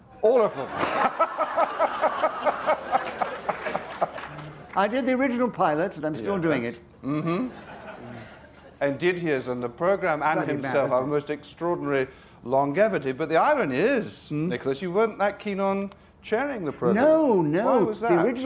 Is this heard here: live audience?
yes